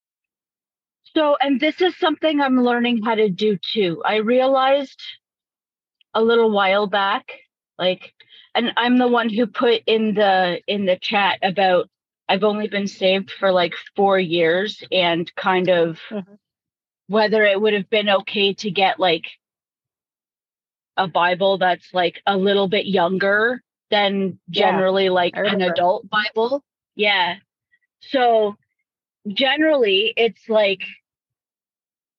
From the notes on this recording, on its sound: During this live coaching call